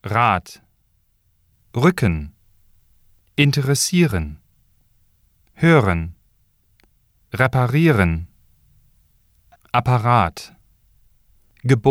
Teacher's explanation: the R is rolled or trilled at the beginning of a syllable or when followed by a vowel